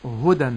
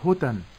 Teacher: أحقق الجهر في الدال حتى لا تنقلب تاء · Shown in: first take · أقول هدى ولا أقول هتى.